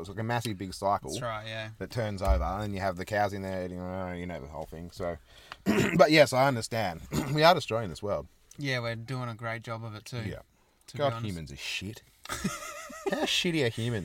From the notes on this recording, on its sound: This week we decided to record alongside a creepy graveyard on the outskirts of a tiny country town. There was death among us during recording though as a bag of lollies was devoured.